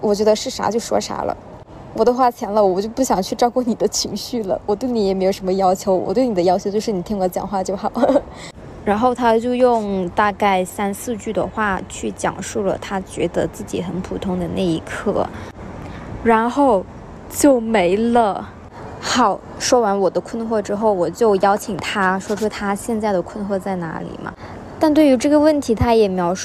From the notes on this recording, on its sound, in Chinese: 在星巴克录制播客，室内录音很嘈杂